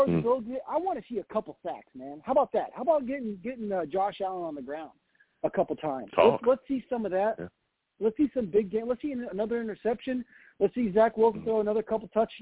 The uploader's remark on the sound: I also take live callers!